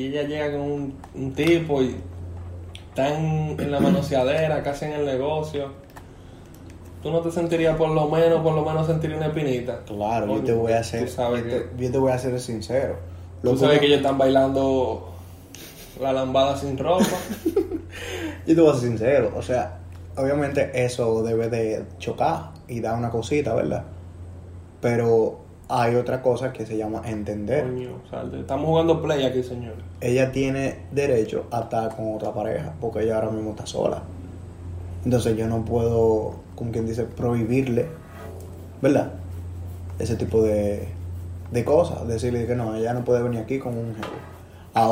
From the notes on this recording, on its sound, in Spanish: Primer programa de ensayo, donde grabamos con: Un celular, jugando play, en una sala, y más lejos que el diache del mismo cel.